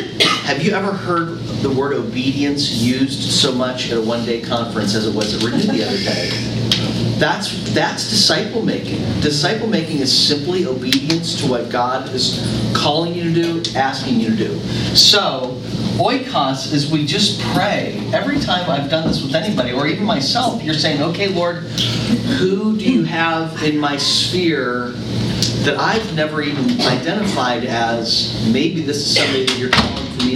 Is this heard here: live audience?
yes